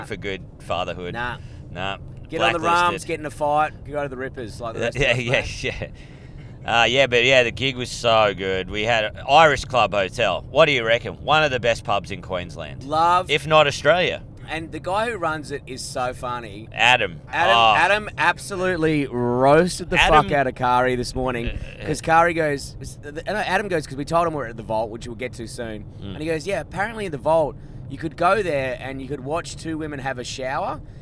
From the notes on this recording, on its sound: We are podding live from an electric vehicle